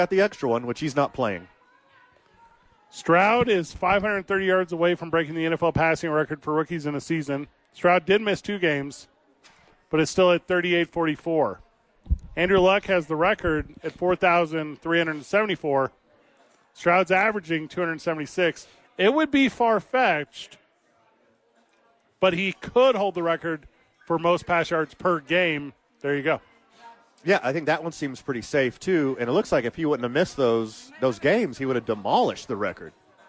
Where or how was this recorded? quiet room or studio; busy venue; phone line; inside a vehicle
busy venue